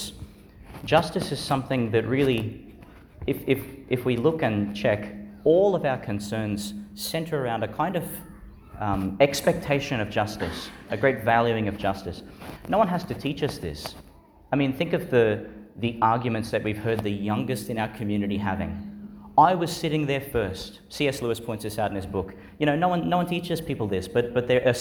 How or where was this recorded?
large echoing room